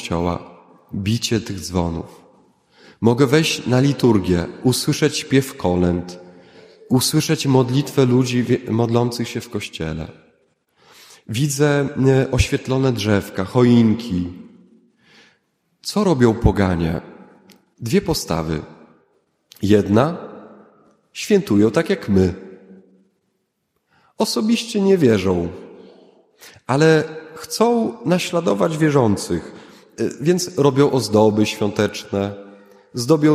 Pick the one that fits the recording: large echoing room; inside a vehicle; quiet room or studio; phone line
large echoing room